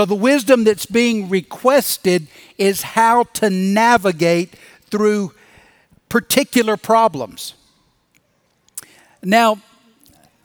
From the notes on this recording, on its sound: Recorded Live at Brookwood Church on 07.09.2023.